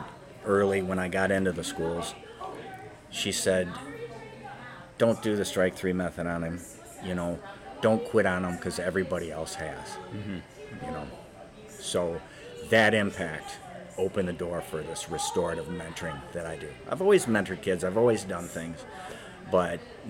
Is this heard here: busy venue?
yes